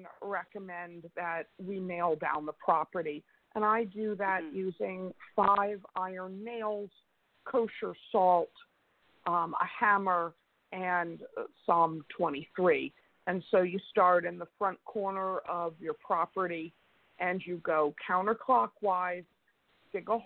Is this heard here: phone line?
yes